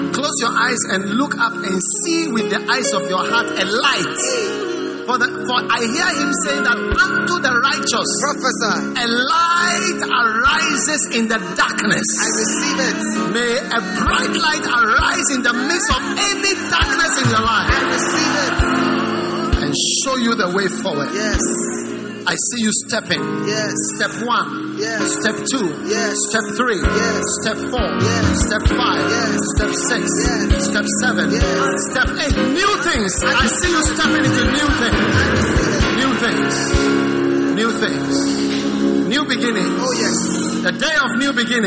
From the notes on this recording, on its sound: Preached at the First Love Center, Accra.